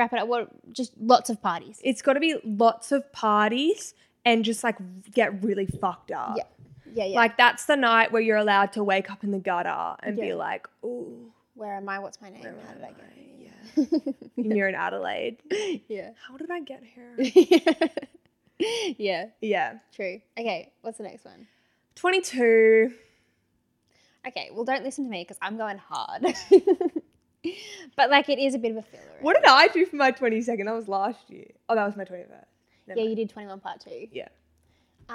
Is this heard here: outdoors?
no